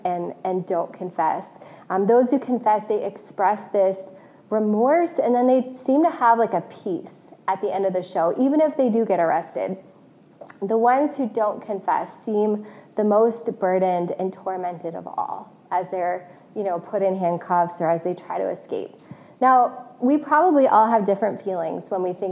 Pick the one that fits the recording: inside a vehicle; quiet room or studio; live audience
live audience